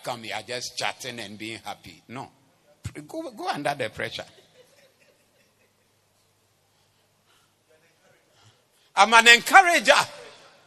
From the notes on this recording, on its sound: Preached at the Doxa Service 20082023